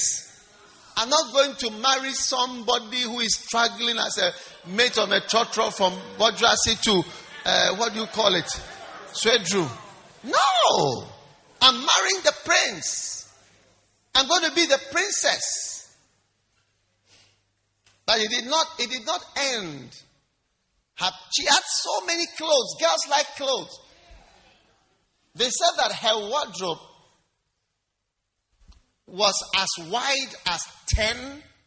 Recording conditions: large echoing room